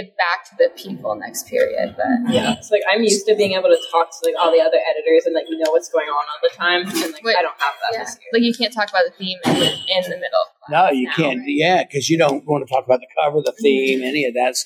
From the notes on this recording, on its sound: Taped live from Elite Weekend in Orlando.